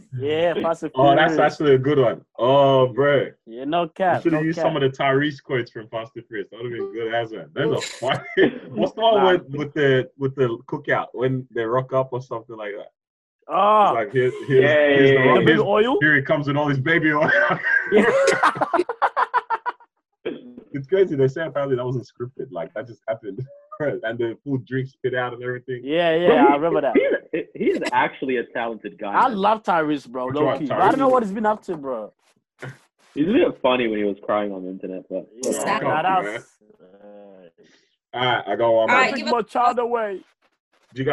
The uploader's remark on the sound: Welcome to our first over-the-phone podcast.